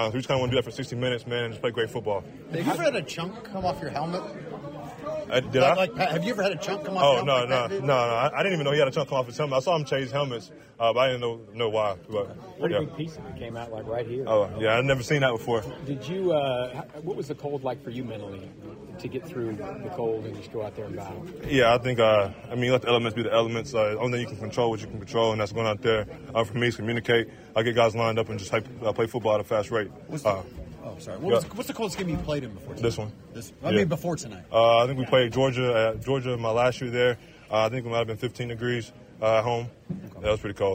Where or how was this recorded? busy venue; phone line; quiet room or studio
busy venue